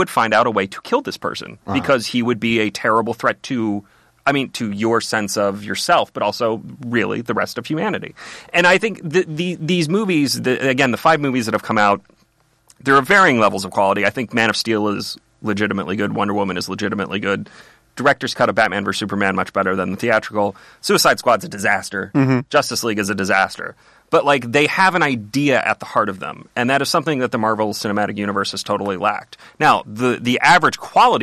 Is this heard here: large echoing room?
no